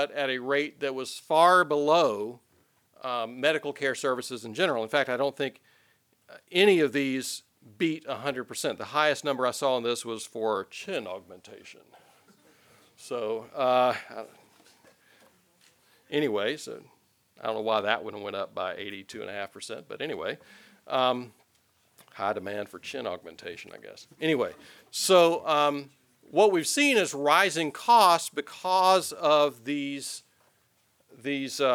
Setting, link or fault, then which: setting, large echoing room